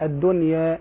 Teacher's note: لفظ التقليل بين الإمالة والفتح